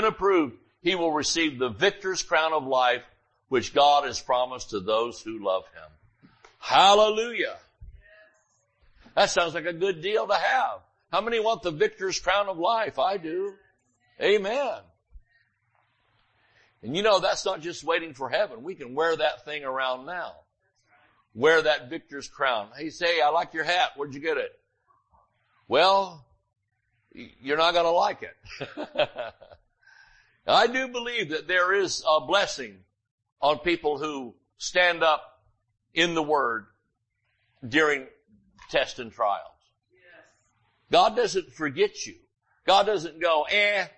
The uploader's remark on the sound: Sunday Morning Service